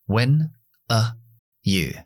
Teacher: When are you gonna? El are lo voy a debilitar y dejarlo en una schwa.